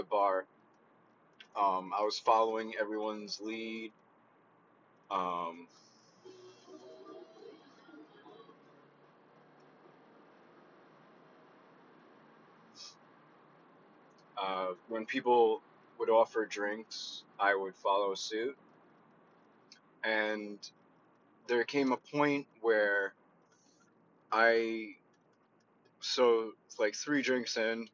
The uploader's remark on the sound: I love/hate driving while doing this because of the company on the road and not being focused on whats going on but its relaxing when you block it out.